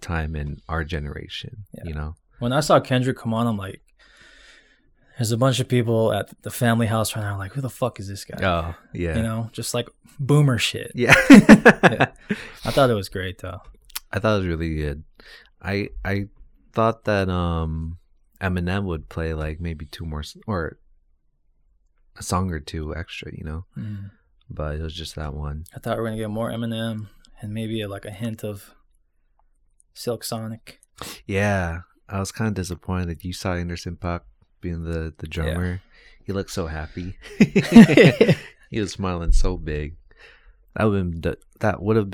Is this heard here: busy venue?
no